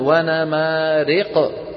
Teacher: بيخلط صوت الفتحة بشيء من الياء، وانا مارق، هذه اللي سميناها الإمالة.